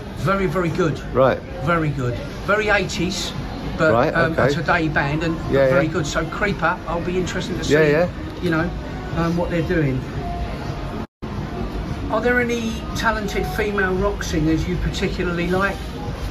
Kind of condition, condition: setting, busy venue